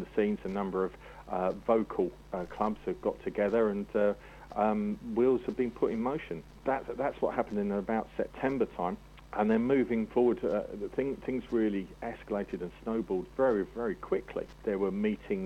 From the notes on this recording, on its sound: there's a phone interview